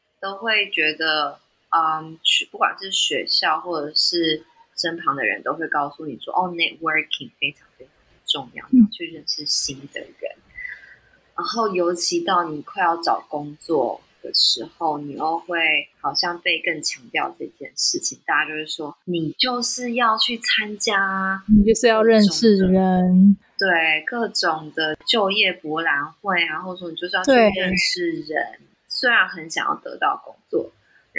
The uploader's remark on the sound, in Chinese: 當周錄音技術上有點小失誤，本集音質有些不佳請包涵～。